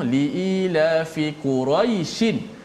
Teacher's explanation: Adapun mad lin ketika wasal dibaca tanpa mad.